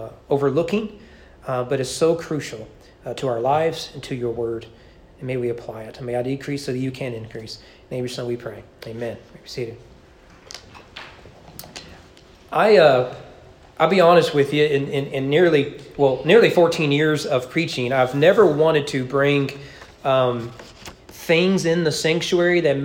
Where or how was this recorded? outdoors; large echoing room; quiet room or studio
large echoing room